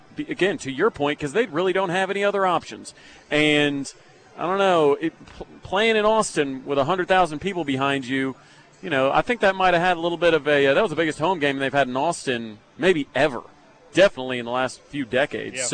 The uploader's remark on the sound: live from The HBC Bob Stoops Charity Golf Tournament at Jimmie Austin